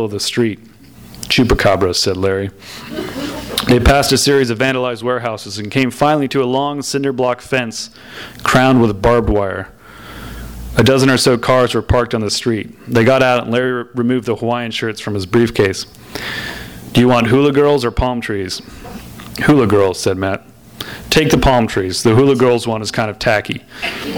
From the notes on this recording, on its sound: Skylight Books is hosting the launch party. THIS EVENT WAS RECORDED LIVE AT SKYLIGHT BOOKS.